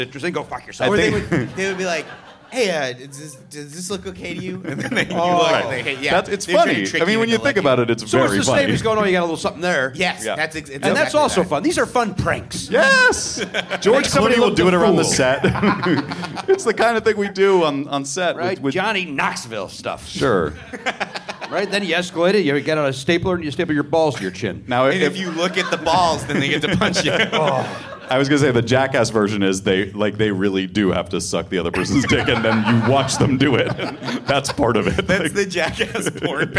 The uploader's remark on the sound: Recorded at the Gateway Theatre in San Francisco on January 11, 2020 as part of SF Sketchfest.